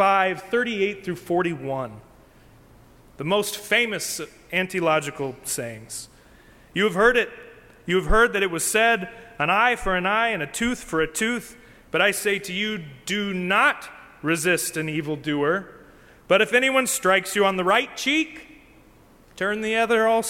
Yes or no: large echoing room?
yes